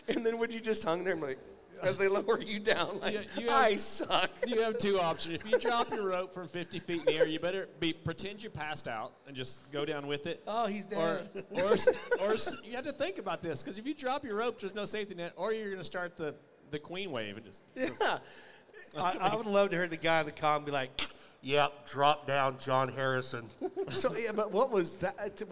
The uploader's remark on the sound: RümpChät Live 2023 - NFR Edition 4